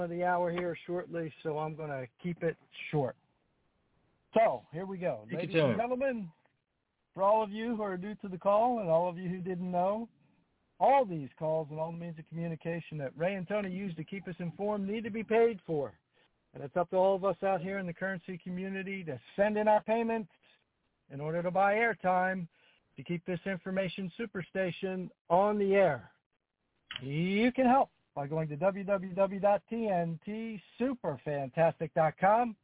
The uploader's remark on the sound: TNTSuperfantastic Conference Call